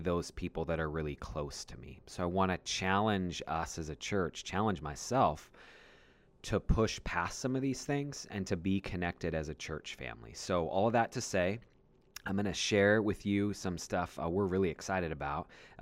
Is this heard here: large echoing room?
no